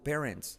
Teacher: Cuidado no decir parents, sino parents. La R genera una U, parents. You're good parents.